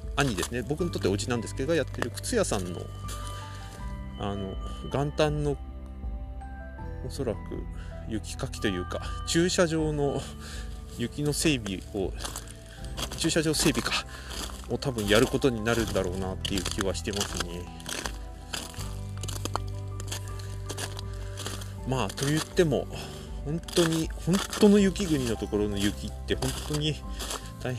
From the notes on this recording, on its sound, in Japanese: 富山は白く染まってます。到着した富山を歩きながらぼんやり話してます。